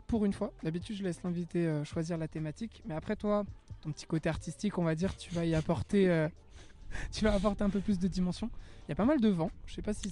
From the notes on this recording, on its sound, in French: Une balade en vélo avec notre artiste local. Qui va nous faire découvrir ses spots préférés de la capitale hollandaise. C'est donc 1 thématique, 5 sons, 5 trajets en vélo et 5 spots pour enregistrer. Cet épisode est une immersion totale dans la nuit calme d'Amsterdam.